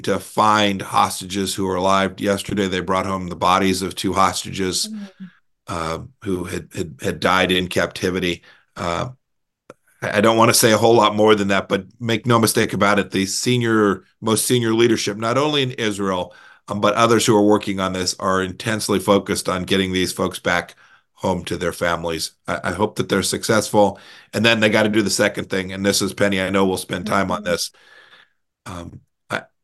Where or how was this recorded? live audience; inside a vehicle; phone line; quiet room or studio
quiet room or studio